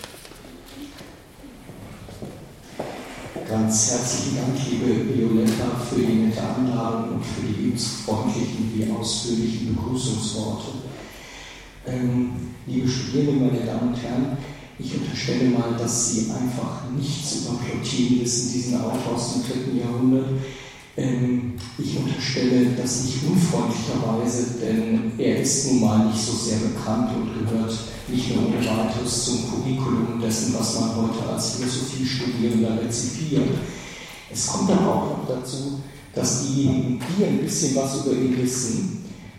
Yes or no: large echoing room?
yes